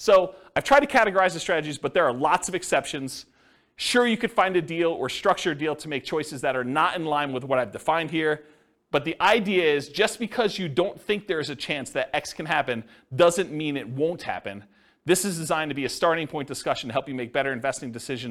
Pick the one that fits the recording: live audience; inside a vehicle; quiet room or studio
live audience